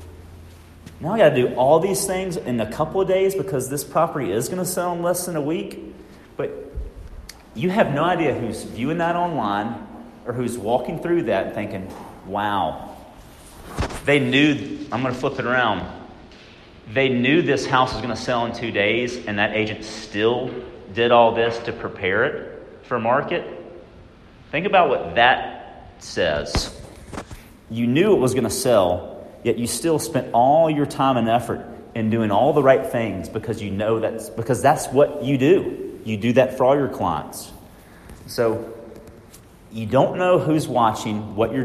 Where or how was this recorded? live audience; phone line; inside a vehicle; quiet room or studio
live audience